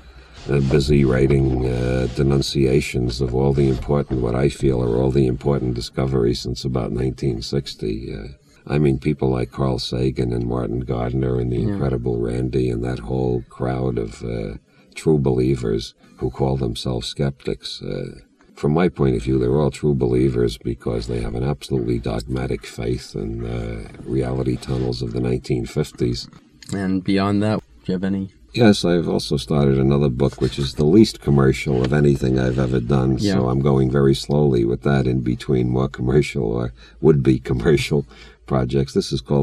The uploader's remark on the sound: Recorded in a car in the Santa Cruz mountains during a rainstorm. Digitized, remastered and edited in May, 2023.